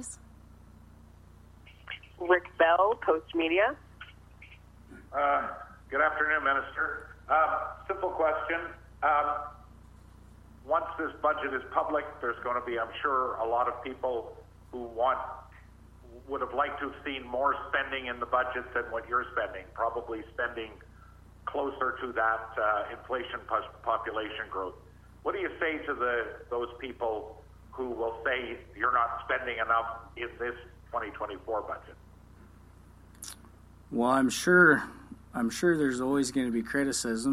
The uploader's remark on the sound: Budget 2024 media briefing (by teleconference)